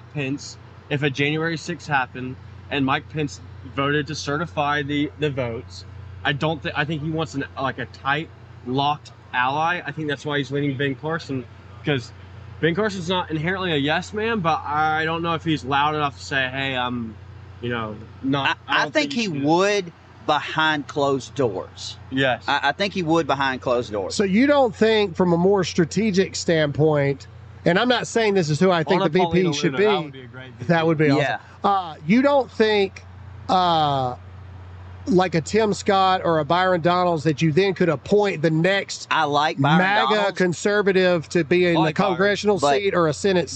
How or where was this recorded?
busy venue